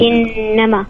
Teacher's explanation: تنتبه للنون هنا المشددة، أديها حقها حركتين